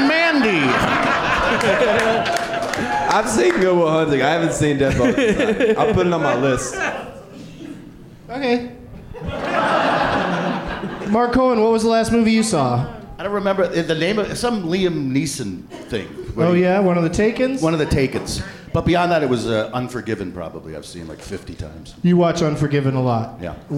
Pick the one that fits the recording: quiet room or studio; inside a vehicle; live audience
live audience